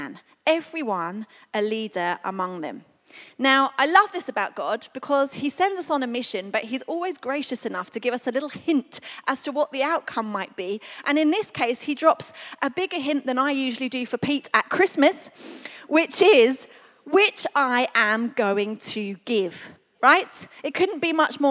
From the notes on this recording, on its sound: This was recorded at Skylark Church on 15th September 2019.